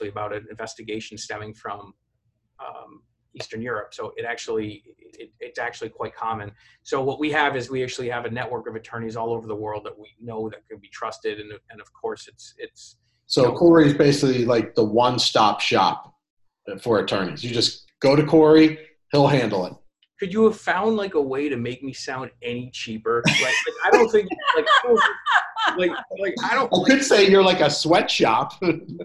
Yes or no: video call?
yes